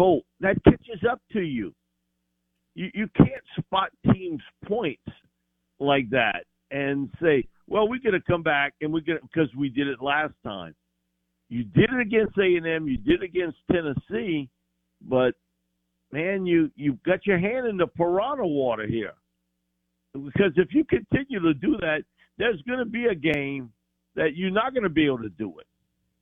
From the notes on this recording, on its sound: Joins the show on the Farm Bureau guest line talking about college football live in the BankPlus Studio.